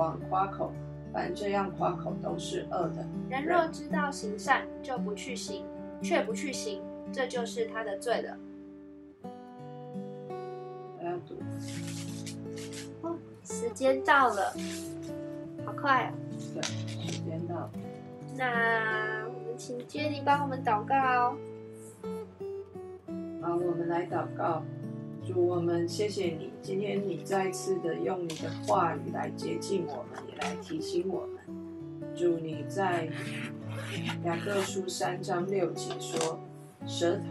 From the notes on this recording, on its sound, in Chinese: 今天換一個角度錄音，所以錄到許多刷刷刷的聲音，可惡啊！